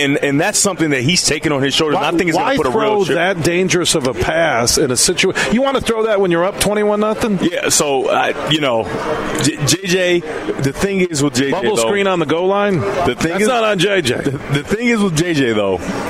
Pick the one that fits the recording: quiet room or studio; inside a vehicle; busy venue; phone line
busy venue